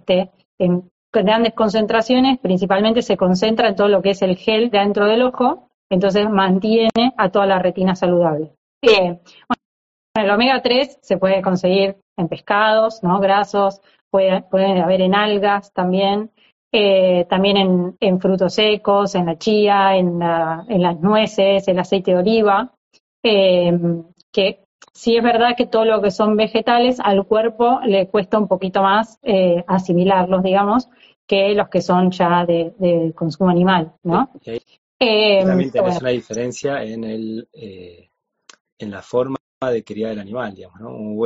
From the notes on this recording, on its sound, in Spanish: Audio de la charla en vivo por Instagram